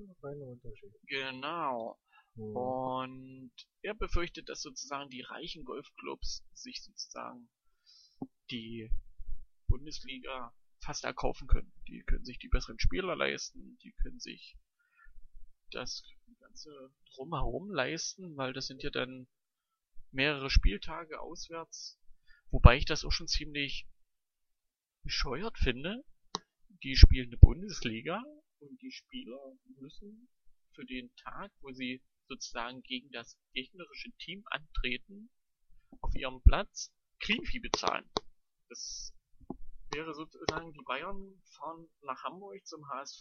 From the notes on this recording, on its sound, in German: Wir bitten also, die Tonqualität für unsere Pilotfolge zu Entschuldigen.